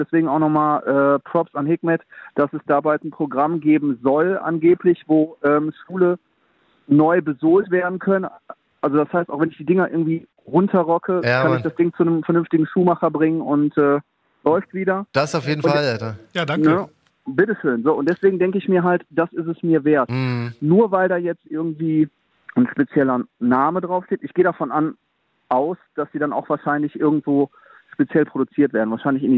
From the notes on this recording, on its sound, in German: per Telefon am Start